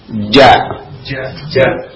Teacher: Ja di sini disebutkan makhrajnya, tempat keluar huruf tersebut itu dari tengah lidah dengan langit-langit · Term: huruf ja